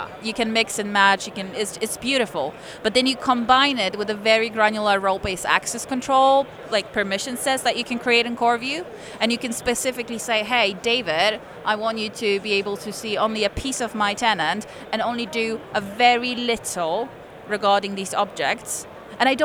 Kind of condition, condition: setting, busy venue